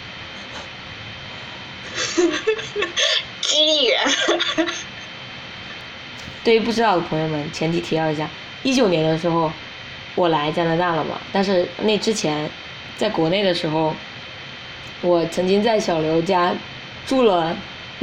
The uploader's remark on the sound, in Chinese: 录这期的时候因为隔音原因背景音会有警铃声。也不知为何这期录制我和嘉宾的声音是一个完全左声道一个完全右声道，并且有些许没有办法剪辑掉的笔记本发动机的杂音。